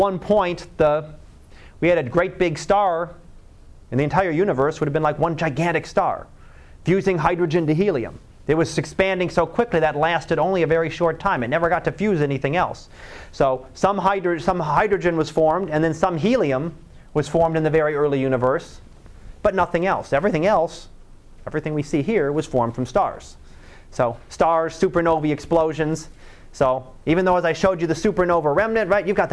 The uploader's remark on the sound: Live Class Lecture